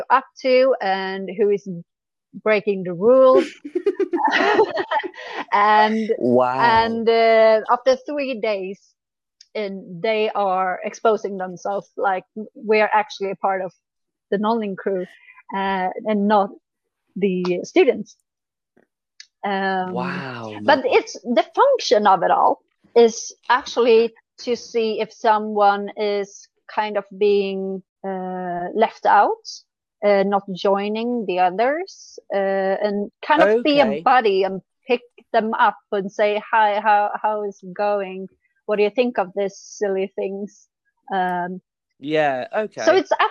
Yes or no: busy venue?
no